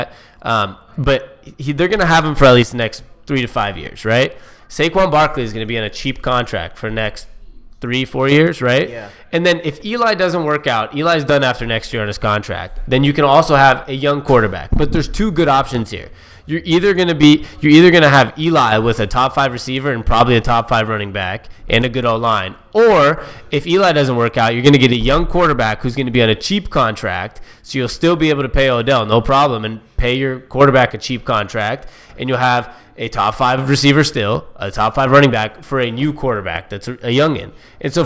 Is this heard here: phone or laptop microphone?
no